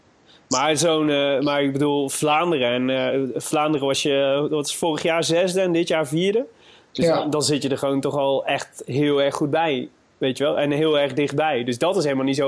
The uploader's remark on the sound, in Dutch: We mochten met ‘m Skypen op z’n eerste rustdag